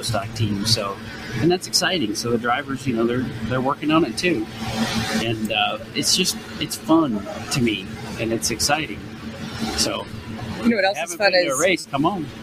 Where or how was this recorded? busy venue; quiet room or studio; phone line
busy venue